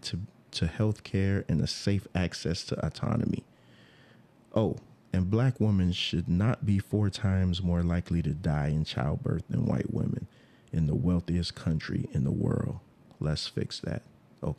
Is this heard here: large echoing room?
no